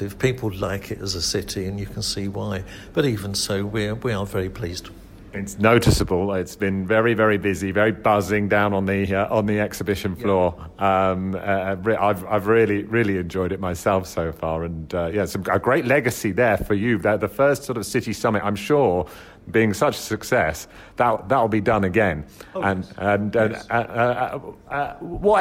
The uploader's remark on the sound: Recorded at ITS Europe in Lisbon